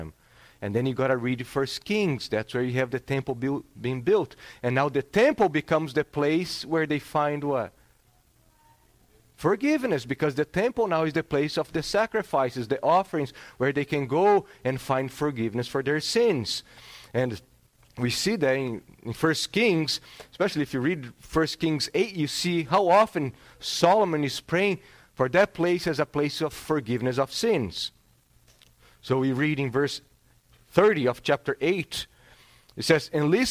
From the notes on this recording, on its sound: This sermon was preached on September 4th, 2022 at Salem Reformed Baptist.